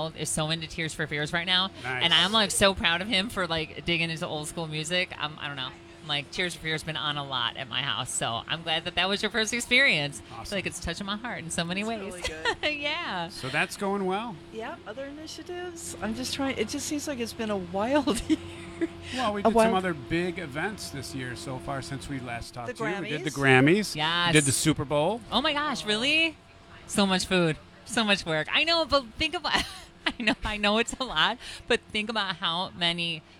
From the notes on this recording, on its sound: The Mix is live backstage at Lollapalooza 2023! Lollapalooza Day 3: Hundreds of thousands of people flock to festivals like Lollapalooza and Coachella every year.